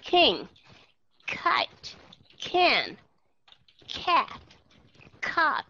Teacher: khi mà đứng đầu một chữ thì chúng ta sẽ đọc có cái sự thổi hơi ra trong những cái chữ như là king, kite, can, cat, cot. · IPA: /kh/